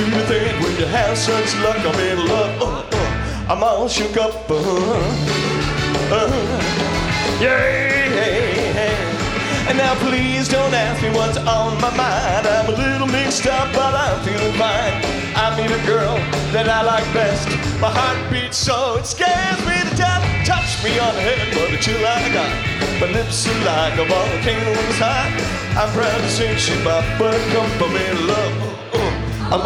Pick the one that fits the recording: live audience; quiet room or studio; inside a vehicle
live audience